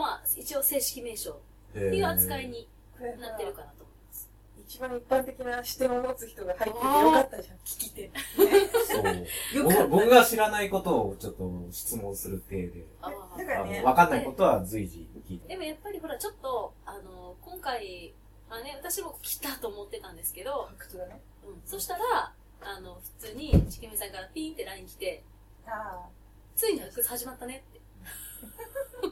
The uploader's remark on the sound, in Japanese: 収録超ケアレスミスにより音質が悪いです